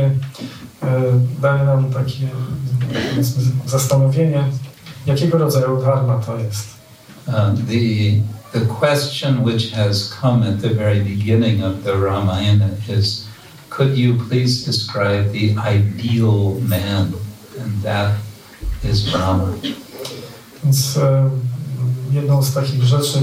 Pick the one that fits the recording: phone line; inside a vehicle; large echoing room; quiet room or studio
large echoing room